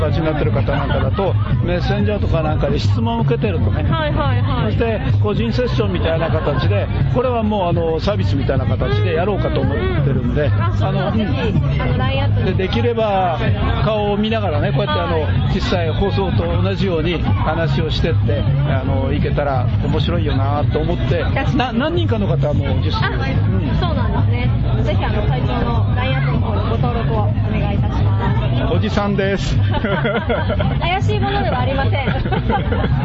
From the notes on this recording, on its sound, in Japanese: クルーズライブ in 横浜。FBライブ配信のもようをお届けします。裏すま” in 横浜 の裏企画 カクテルクルーズにて収録したものをお届けします。